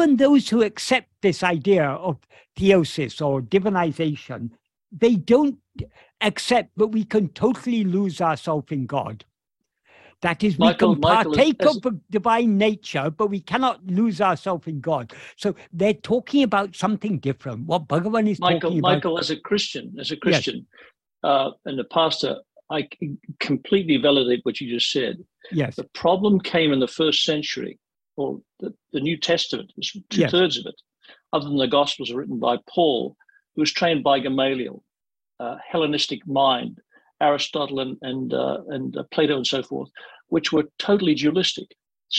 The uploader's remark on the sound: In a Zoom meeting with Sri Ramana Center, Houston